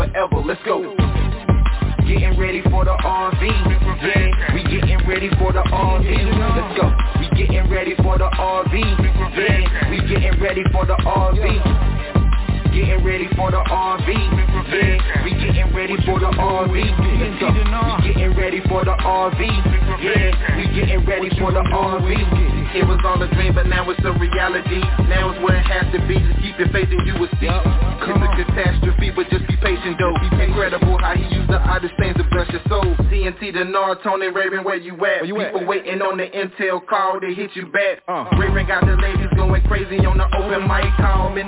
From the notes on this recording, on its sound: TNTSuperfantastic Conference Call.